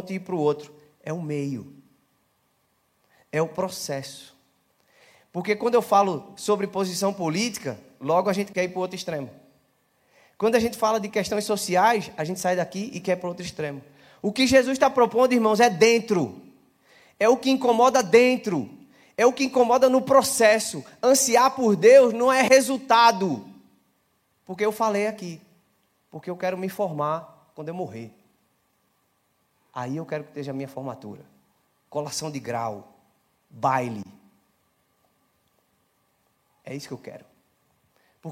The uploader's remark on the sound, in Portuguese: Celebração ao vivo